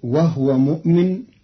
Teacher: قرأ قالون كلمة وهو بإسكان الهاء، فتصير وهو مؤمن والضم والإسكان في لغة العرب.